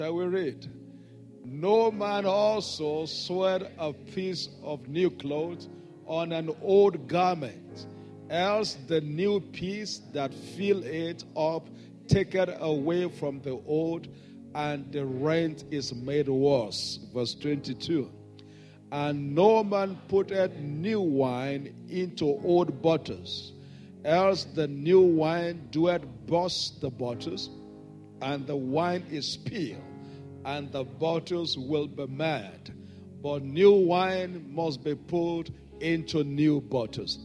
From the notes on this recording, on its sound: This Sunday Service message